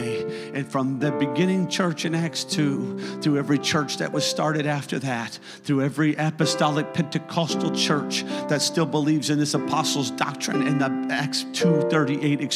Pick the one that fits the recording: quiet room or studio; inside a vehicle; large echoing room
large echoing room